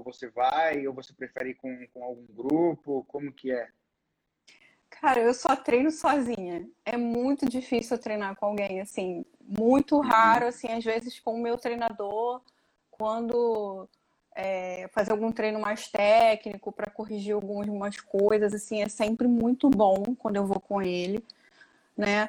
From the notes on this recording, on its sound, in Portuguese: durante uma live, que rolou em nosso Instagram